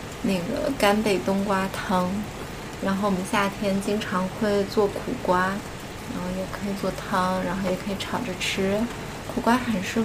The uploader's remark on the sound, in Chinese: 录制背景是北京的夜雨哦！